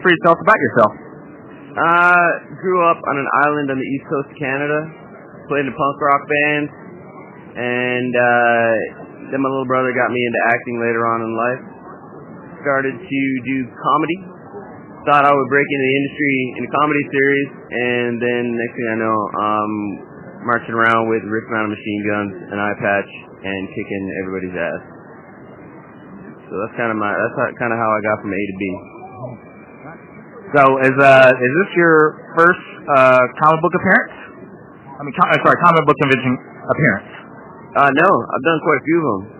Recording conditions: busy venue